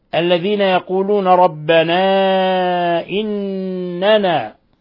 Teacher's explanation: مد منفصل، لانفصال حرف المد عن الهمزة، في كلمة أخرى يمد من 4 إلى 5 حركات. إننا نون مشددة تغن مقدار حركتين، نون مشددة تغن مقدار حركتين.